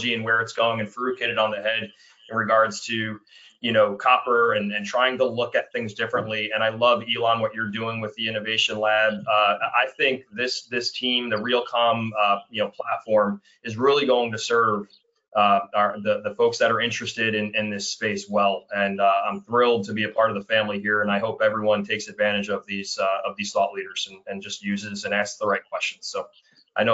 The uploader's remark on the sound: Realcomm Webinar.